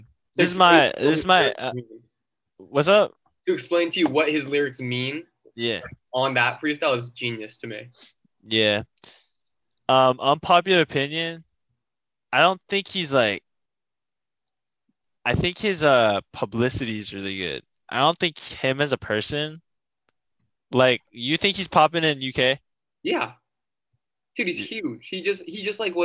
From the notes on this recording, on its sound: link up on Zoom from across the country